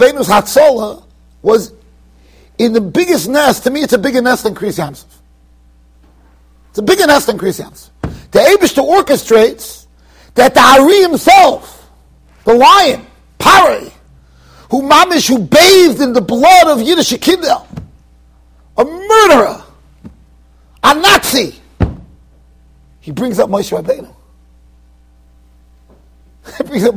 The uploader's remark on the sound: Shiur recorded in Yeshivas Ohr Reuven, Monsey NY.